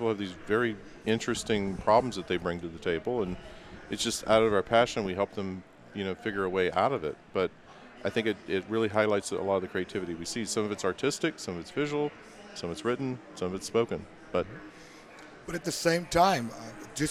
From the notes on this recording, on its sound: recorded in November 2019 from Microsoft Ignite (#MSIgnite) Podcast Center